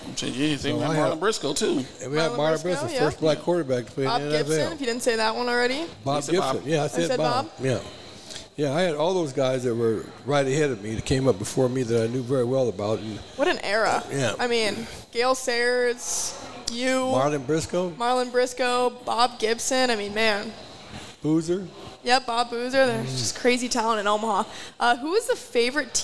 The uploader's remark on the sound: Live at the Hurrdat Sports Bar & Grill